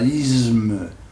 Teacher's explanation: la prononciation populaire consiste à mettre un « ze » à la place d'un « se ». C'est un « isme ».